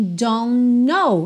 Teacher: eu junto o N do don't com o N do know, já que a primeira letra do know, que é a letra K, é muda, ok?